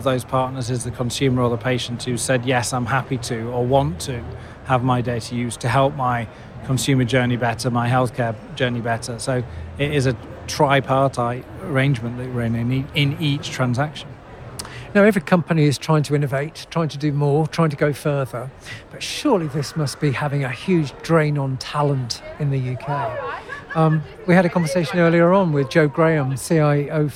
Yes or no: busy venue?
yes